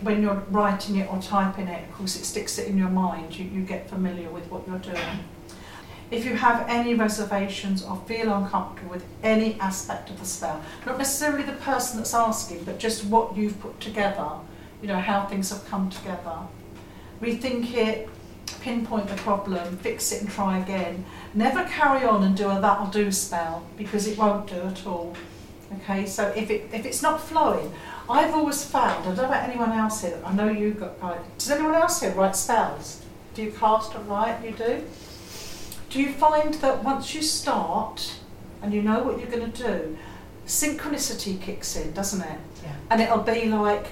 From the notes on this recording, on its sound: This is an excerpt of a recording of a talk “Spellcraft” at the Faversham Speakers Moot. At The Limes Pub in Faversham.